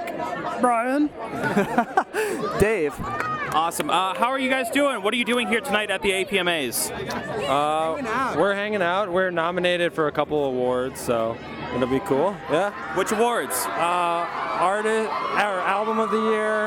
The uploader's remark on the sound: Recorded on the red carpet of the 2015 Alternative Press Music Awards